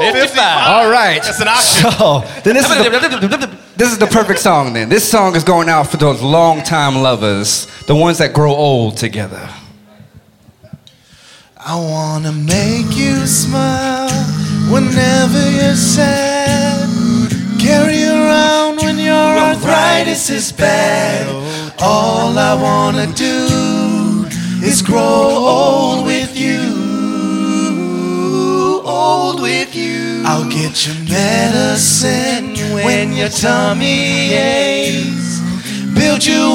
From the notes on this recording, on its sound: Live at the SouthPoint Casino